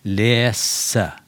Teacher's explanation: den siste E-en blir en sånn ø. Kanskje med litt ø-klang.